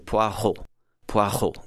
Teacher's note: with that very kind of guttural French-sounding R